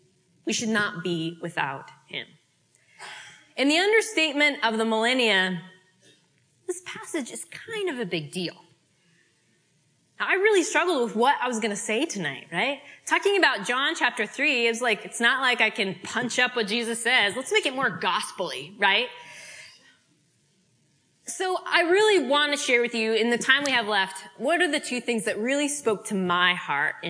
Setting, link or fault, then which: setting, live audience